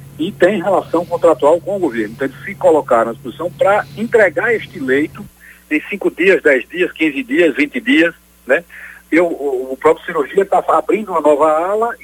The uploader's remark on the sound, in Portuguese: Entrevista na Nova Brasil Aracaju - 93.5 FM. Conversou por telefone.